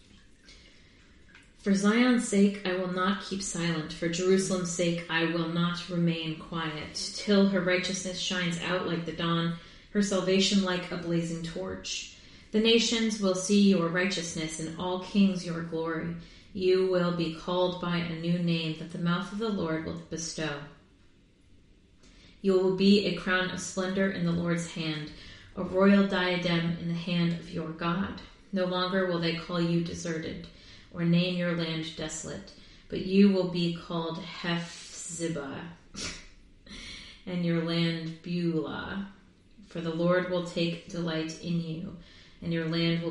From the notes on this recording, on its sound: Live from the tub